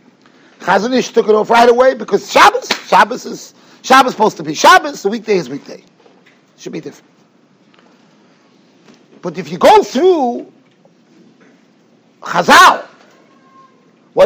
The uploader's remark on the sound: Shiur recorded in Yeshivas Ohr Reuven, Monsey, NY.